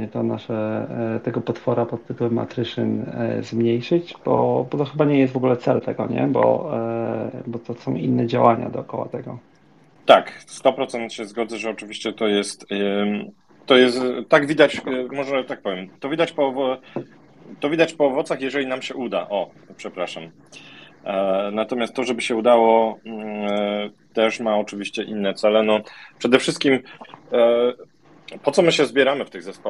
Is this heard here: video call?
yes